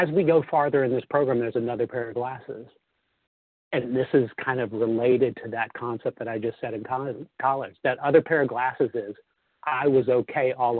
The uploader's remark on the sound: 100 Pounders Phone Meeting, 3/28/23